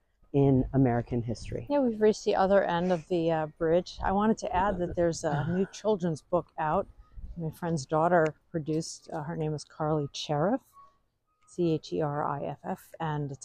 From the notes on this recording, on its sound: A VERY WINDY Walkway Over the Hudson, Poughkeepsie to Highland, New York. The Walkway Over the Hudson, which opened in 2009, is a former railroad bridge that was transformed into a highly used walkway for walkers and cyclists. It was extremely windy, and we apologize in advance for the disruption it causes in the middle of the podcast, despite our new wind – shielding microphones!